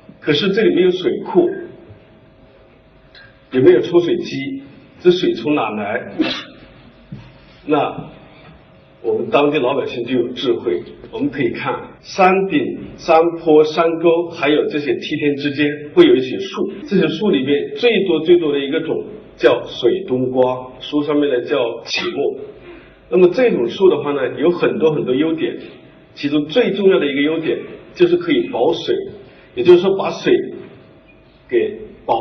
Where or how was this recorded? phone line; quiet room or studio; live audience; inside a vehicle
live audience